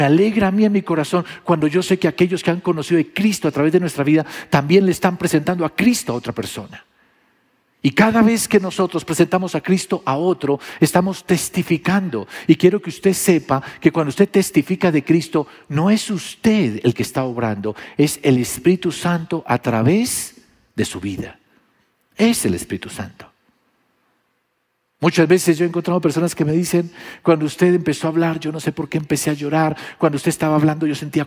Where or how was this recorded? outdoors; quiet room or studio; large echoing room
large echoing room